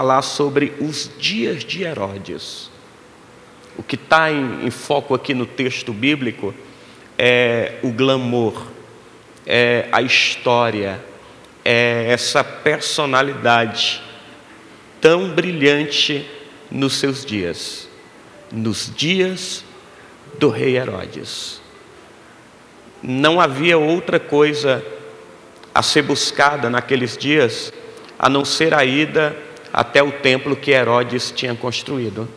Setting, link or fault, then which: setting, large echoing room